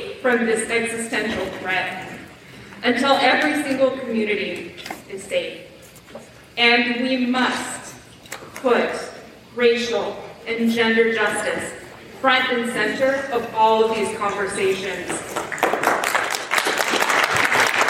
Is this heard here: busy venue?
yes